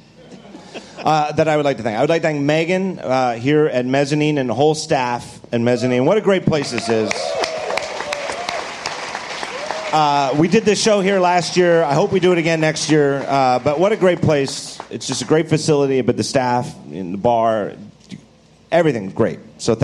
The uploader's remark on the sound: Live From WWDC 2014